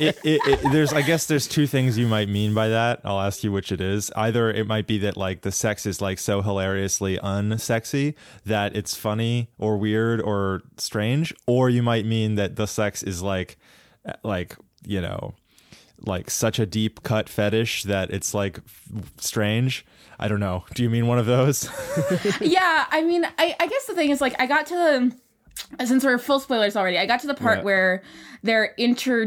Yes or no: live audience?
no